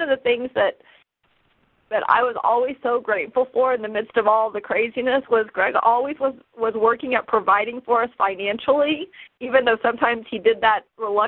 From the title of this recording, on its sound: CONFERENCE CALL